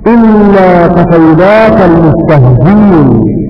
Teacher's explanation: تقرأ أيضا عند أبي جعفر بحذف الهمزة